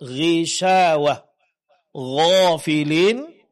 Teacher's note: huruf ghain tebal, tapi ketika dia berbaris bawah ketebalannya berkurang.